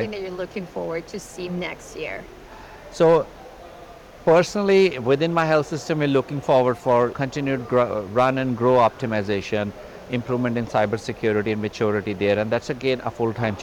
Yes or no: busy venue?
yes